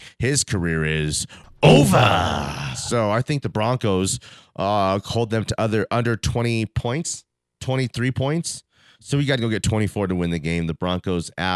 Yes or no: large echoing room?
no